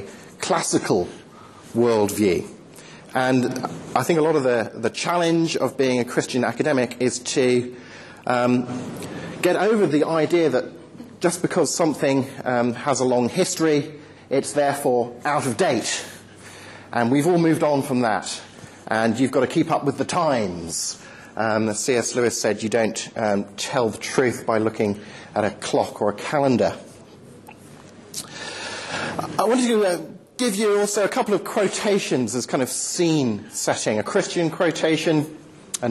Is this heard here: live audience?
yes